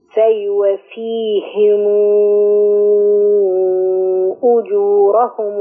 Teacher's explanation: الهاء بتضم معاك، الهاء مقصورة ملهاش دعوة بالميم